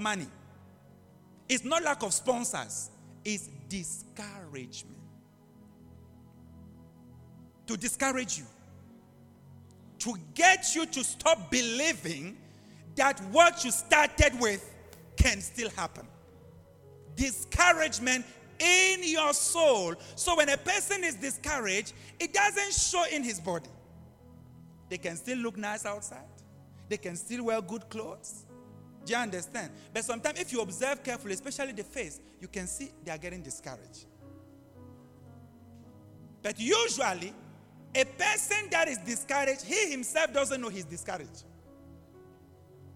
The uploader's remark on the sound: LIVE AT ABC ROBEGA